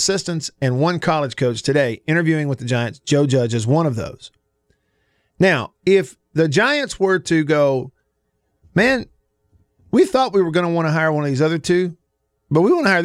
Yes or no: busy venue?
no